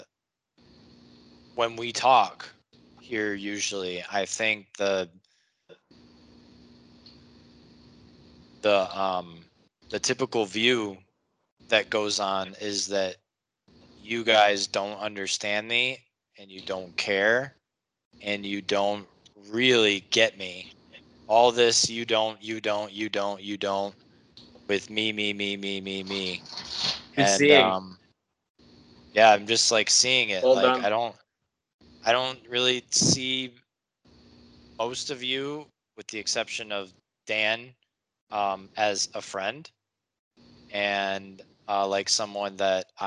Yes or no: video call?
yes